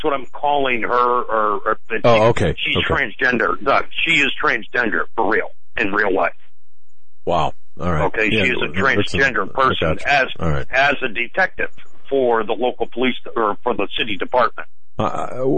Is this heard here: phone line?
yes